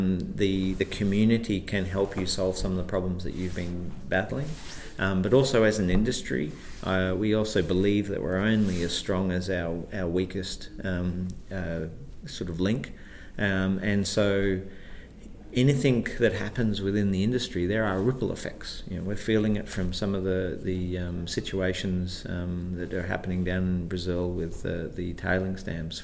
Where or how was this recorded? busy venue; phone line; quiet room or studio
busy venue